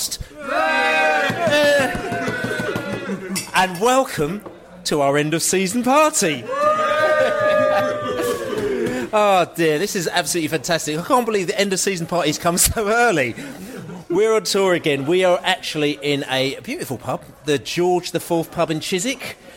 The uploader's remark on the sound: hooked up at the George IV pub in Chiswick High Rd for an end-of-season-party